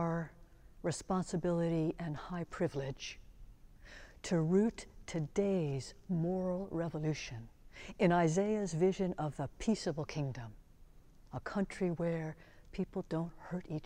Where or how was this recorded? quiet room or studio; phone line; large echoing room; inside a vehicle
large echoing room